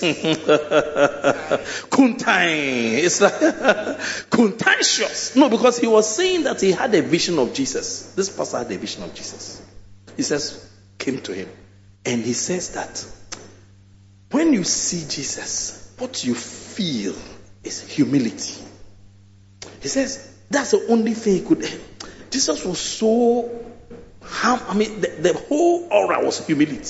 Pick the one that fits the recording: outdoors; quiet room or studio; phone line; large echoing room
large echoing room